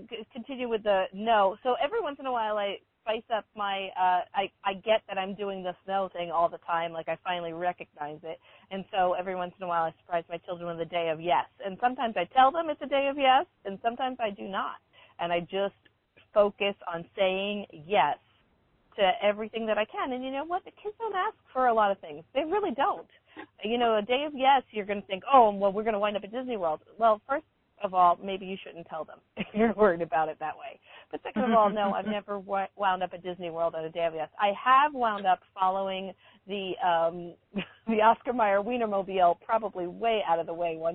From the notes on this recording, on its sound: Comes to you live from the the State of Washington as well as somewhere in middle Tennessee. Calls in from on the road in Tennessee. Stopped to call in but still have miles left to travel on their way to the Midwest.